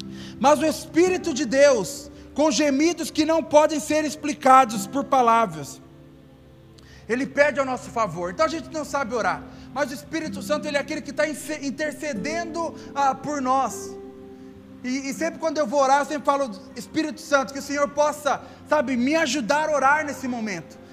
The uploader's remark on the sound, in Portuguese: Áudio do Culto de Domingo